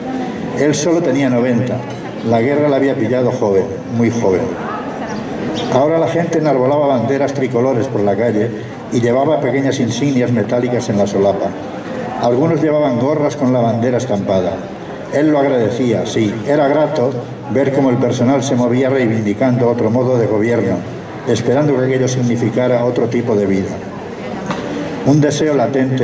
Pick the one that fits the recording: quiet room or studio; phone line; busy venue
busy venue